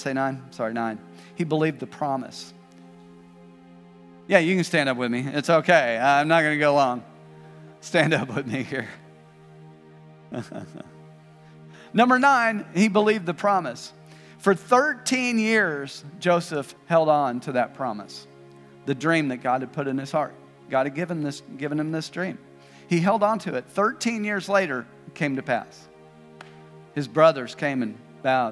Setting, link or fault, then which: setting, large echoing room